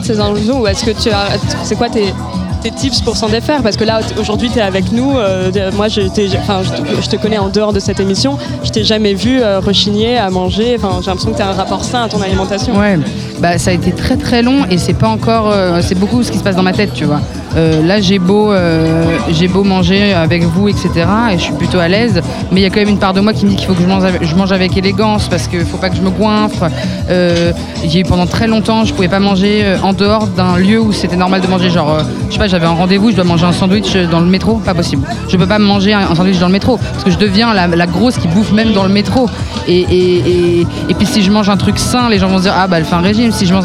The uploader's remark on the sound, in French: En direct de La Douve Blanche. Enregistré au festin des chef·fes du festival de la Douve Blanche.